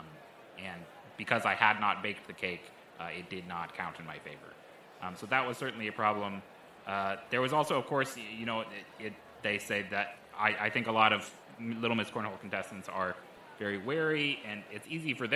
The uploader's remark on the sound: live special coverage of the Little Mys Cornhole Competition